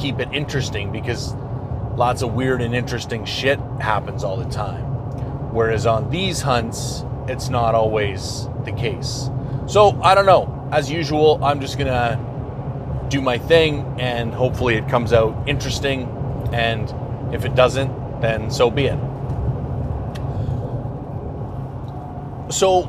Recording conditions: outdoors